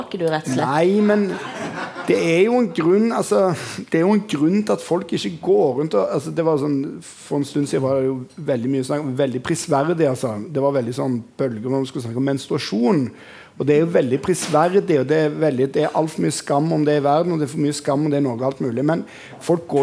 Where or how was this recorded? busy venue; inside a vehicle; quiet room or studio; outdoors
busy venue